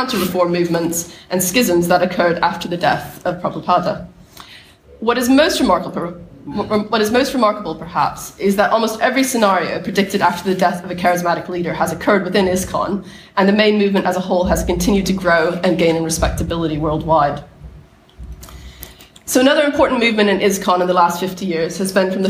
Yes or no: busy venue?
yes